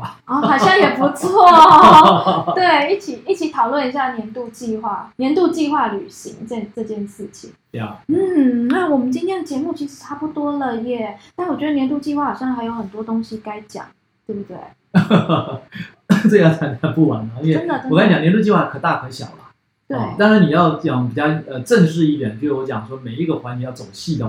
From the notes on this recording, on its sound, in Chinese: 這集錄音沒有設定好,但是有太多的精華又捨不得刪除,音質不太好,請大家見諒